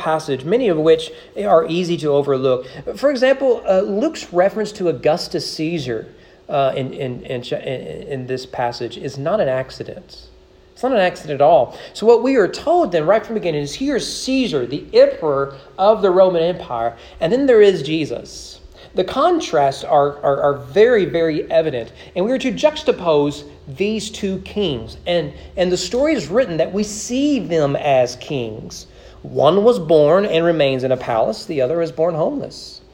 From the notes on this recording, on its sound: Sermon preached at East Frankfort Baptist Church on December 26, 2021 during morning worship.